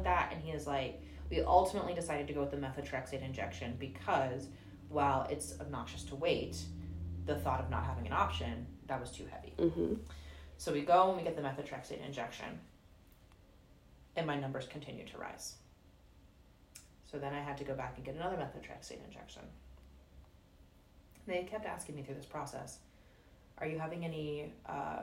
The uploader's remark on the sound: This episode is a fly-on-the-wall recording of a conversation. While the audio quality isn't as clean as the episodes recorded in-studio.